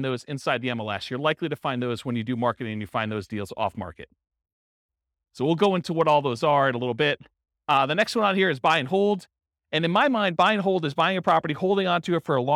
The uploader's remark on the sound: This was a live class recorded